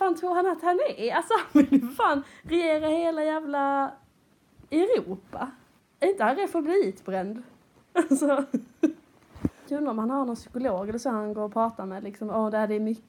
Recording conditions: poor microphone